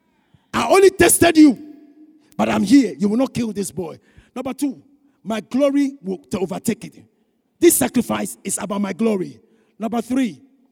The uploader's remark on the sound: Sermon preached at CBC Shiashie Campus on August 15, 2021